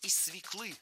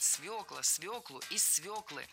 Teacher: В этом слове должна быть «ё», и нельзя ее заменять, и переносить ударение на окончание тоже не следует. · Shown in: second take